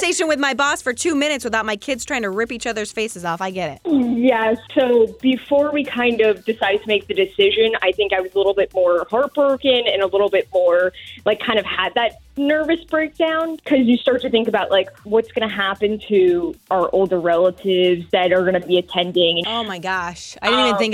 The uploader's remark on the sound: they’re on the phone